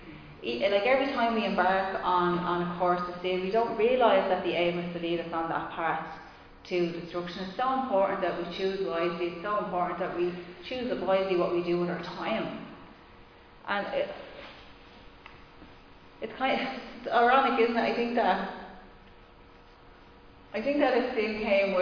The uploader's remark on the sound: Recorded live in Liberty Church on 29 August 2021